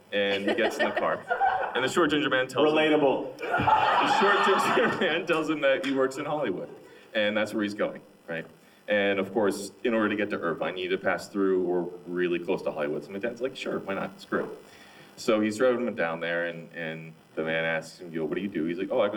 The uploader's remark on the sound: LIVE from GalaxyCon Minneapolis. Enjoy a live show.